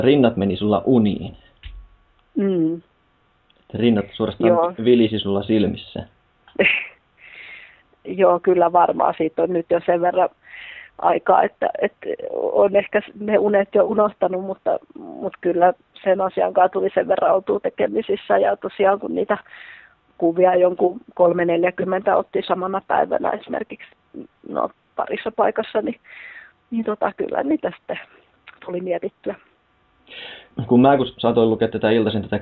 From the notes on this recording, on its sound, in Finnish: Haastattelu tehtiin puhelinhaastatteluna ja äänenlaadussa on toivomisen varaa.